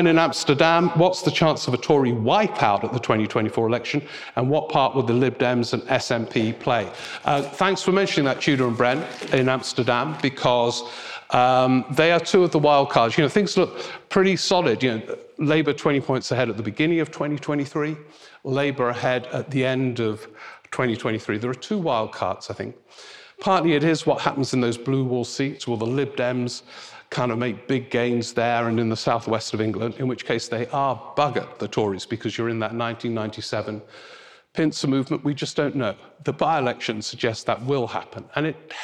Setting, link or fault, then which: setting, busy venue